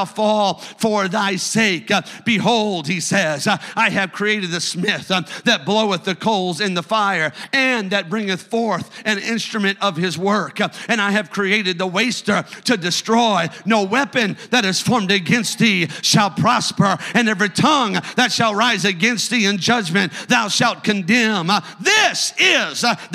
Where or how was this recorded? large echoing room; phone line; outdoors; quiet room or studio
large echoing room